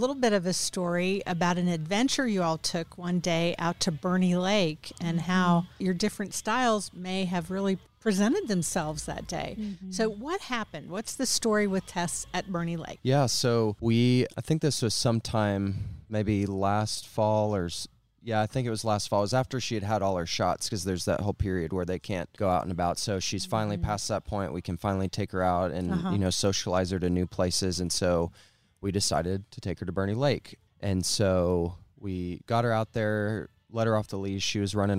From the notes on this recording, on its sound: Recorded at Wheelers Western Outfitters